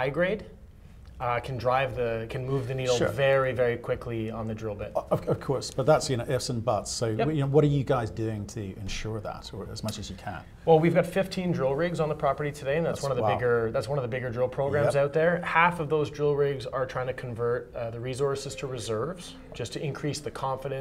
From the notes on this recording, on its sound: at the 121 London Mining Conference